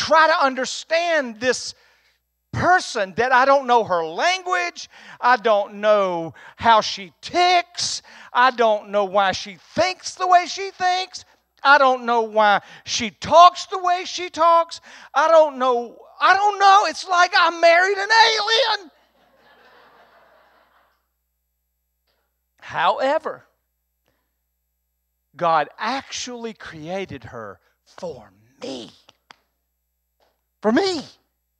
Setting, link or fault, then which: setting, large echoing room